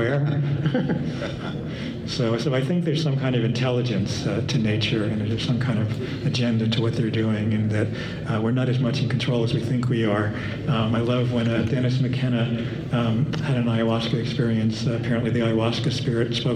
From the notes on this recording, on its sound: Taped live at the first ever Los Angeles based psychedelic symposium (LAPSS)